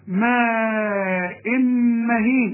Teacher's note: التنوين اللي بعده مين؟ ادغام كامل بغنة